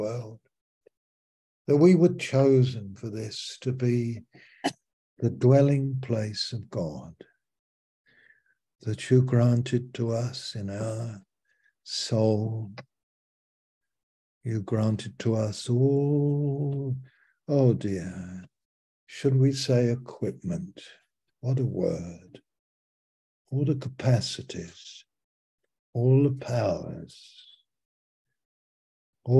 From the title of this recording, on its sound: Malaysia Meets (Zoom)